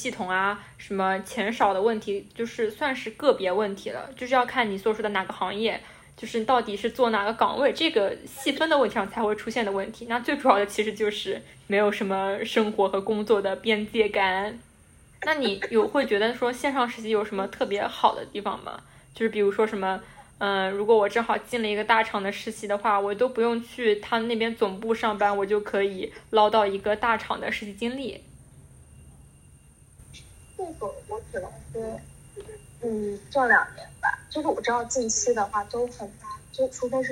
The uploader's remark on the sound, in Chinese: 由于远程录制问题，本期节目音质十分糟糕，还请见谅。